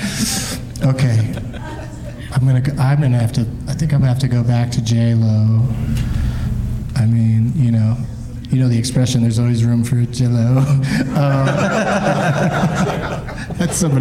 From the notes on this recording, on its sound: Live from the LOL Comedy Club in San Antonio